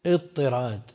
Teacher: الطاء الأولى أصلها تاء فأدغمت في الثاني علشان إيش؟ علشان ينطق بالطاء لا ينطق بالتاء. يعني لو أدغمنا الثاني في الأول لنطقناها تاء ما نطقناها طاء مشددة. · Term: تاء الافتعال